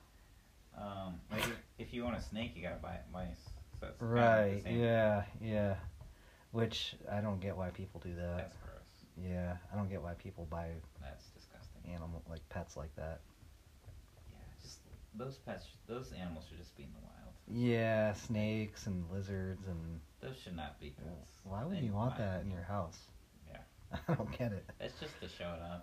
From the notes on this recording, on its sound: Our 1st in-person podcast! Low/poor audio warning for this episode.